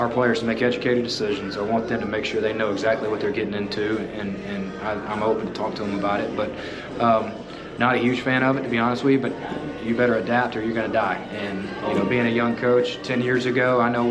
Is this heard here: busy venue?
yes